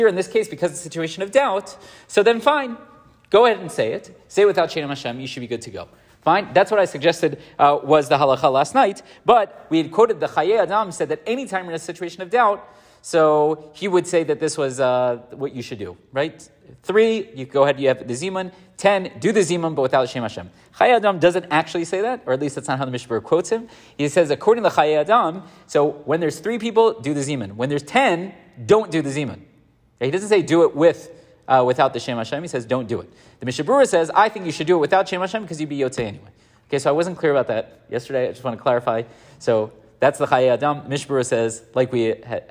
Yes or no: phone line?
no